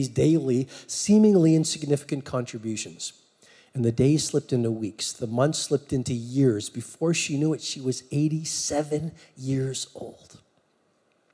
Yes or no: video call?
no